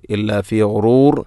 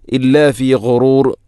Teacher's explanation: ഗൈന്, ഗൈ ഗു തൊണ്ടയുടെ ഏറ്റവും മുകൾ ഭാഗം · Shown in: second take